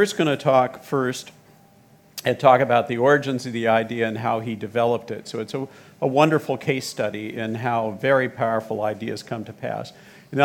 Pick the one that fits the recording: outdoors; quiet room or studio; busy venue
busy venue